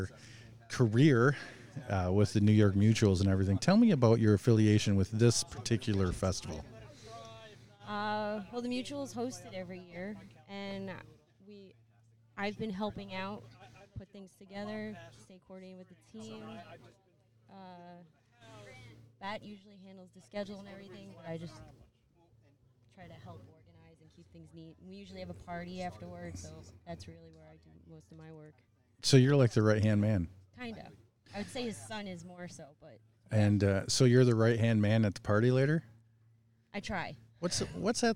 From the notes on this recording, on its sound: travels to Old Bethpage for the Doc Adams Vintage Base Ball Festival